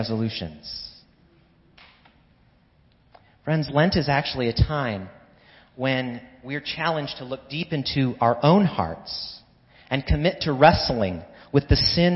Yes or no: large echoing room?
yes